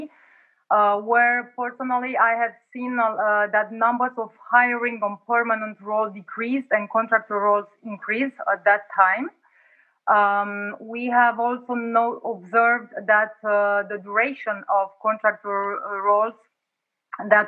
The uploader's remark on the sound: It is actually the recording of a live session that we had on October 9th, Friday, October 9th, where we were joined by about 28-30 participants in a Zoom call.